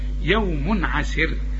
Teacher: تنوين وبعد عين، العين بقى من حروف الإظهار ما تغنش، يوم عسر. عسر الراء هنا مرققة عند الوقف، ولازم حنوقف لأن دي في نهاية آية، لكن عند الوصل مضمومة بقى مفخمة.